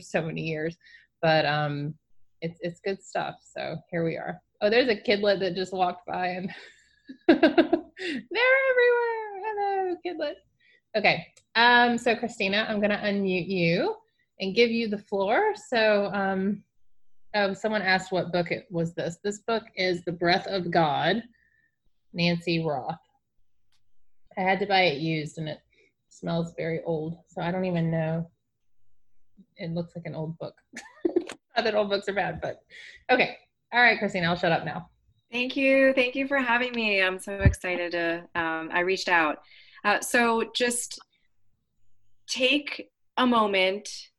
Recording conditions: video call